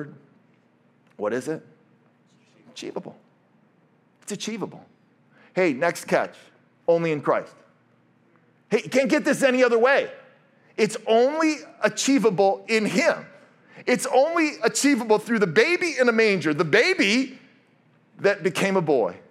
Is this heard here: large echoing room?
yes